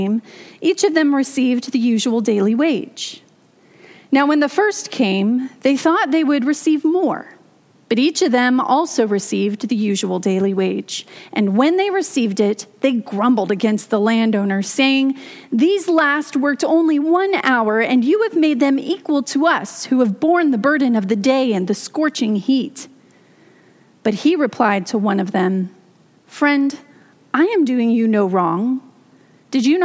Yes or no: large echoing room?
yes